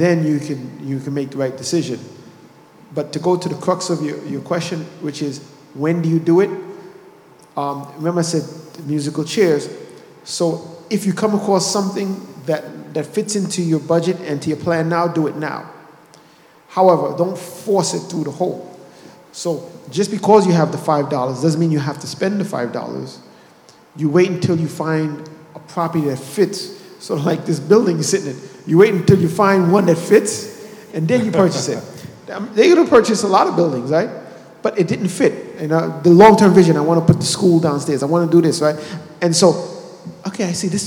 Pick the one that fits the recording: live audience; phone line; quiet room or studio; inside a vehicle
live audience